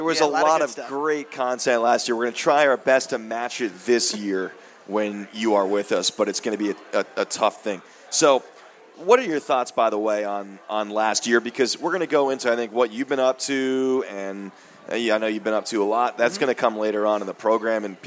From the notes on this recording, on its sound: State Of The Empire LIVE from the Recovery Room Sports Bar and Grill.